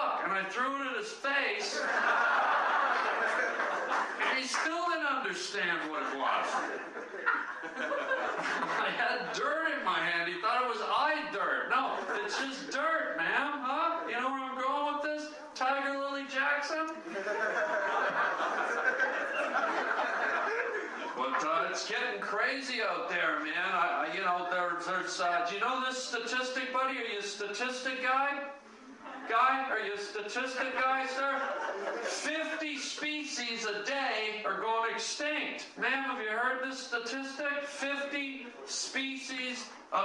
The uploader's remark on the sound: does a STAND UP set after jumping on stage at local comedy club